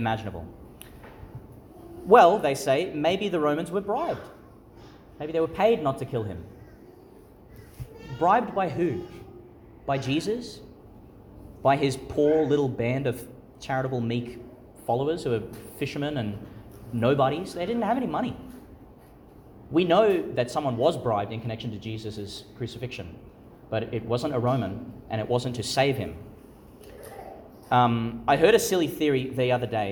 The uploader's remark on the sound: Homily for Easter Sunday, delivered in St Patrick's Catholic Church, Calliope, Qld.